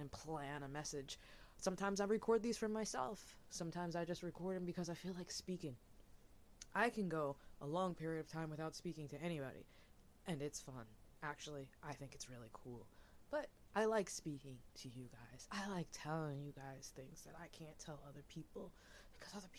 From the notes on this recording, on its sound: Apologize ahead of time for low audio audio & mic issue , I’m not a pro at this.